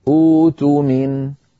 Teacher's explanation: اتفقنا على أن الهمزة الأولى هي مضمومة لأن الحرف الثالث مضموم أؤتومين، فعندئذ نبدل الهمزة الثانية الساكنة حرف مد من جنس الضمة وهو الواو، فيصير البدء الاختباري بها أؤتومين.